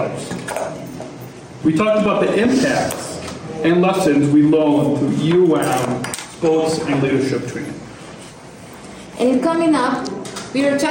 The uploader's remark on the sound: LIVE From Global Forum for Inclusion in Berlin. Recorded From Berlin, Germany.